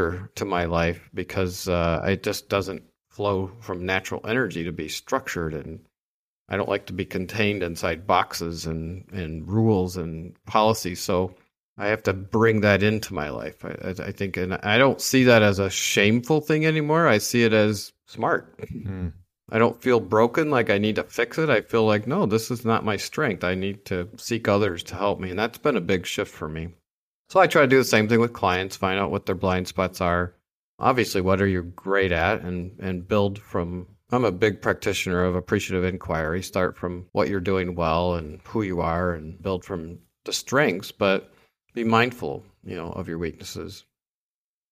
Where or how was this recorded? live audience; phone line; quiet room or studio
quiet room or studio